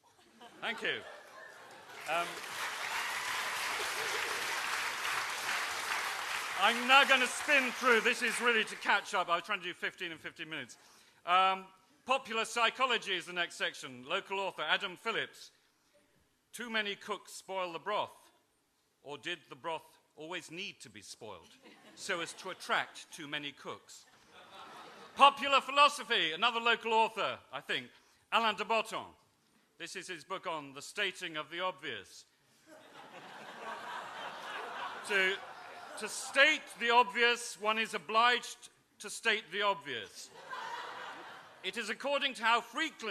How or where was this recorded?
live audience